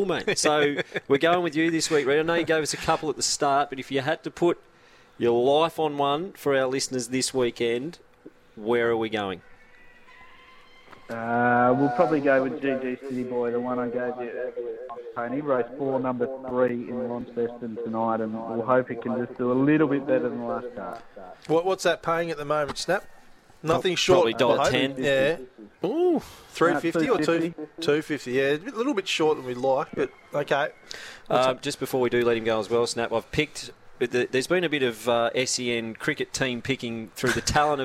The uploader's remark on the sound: LIVE from Chemist Warehouse.